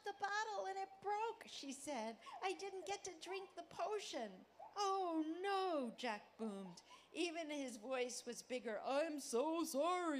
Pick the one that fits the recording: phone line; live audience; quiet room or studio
live audience